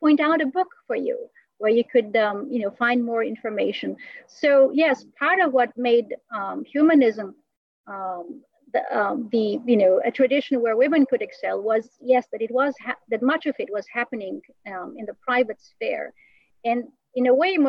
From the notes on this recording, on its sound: An evening webinar lecture. Part of our summer webinar series on "Reason and Beauty in Renaissance Christian Thought and Culture," presented in collaboration with the American Cusanus Society.